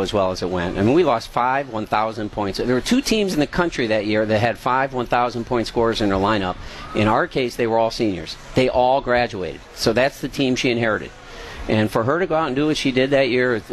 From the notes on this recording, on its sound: Broadcast LIVE from the Marquette Athletic picnic.